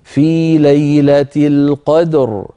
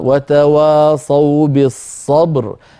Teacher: لما نقف أخي الكريم على رواية ورش وعلى غيره، إن كانت الراء مكسورة فإن كسرتها ستزول، لأننا سنقف بالسكون، يعني مثلا إن أنزلناه في ليلة القدر، الراء مكسورة، لكن لما نقف عليها تصير الراء ساكنة، وقبلها ساكن وقبله مفتوح فنفخمها · Term: بالتفخيم